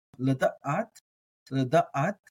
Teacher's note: I like to pronounce my ayins as gutturals, like guttural stops.